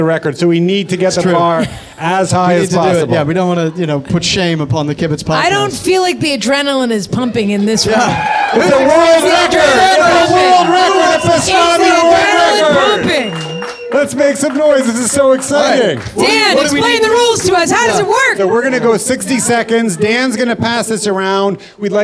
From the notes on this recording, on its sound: Our first ever live Kibitz event, was held at the “World Famous” Kibitz Room at Canter’s Deli in Los Angeles on the second night of Hanukkah.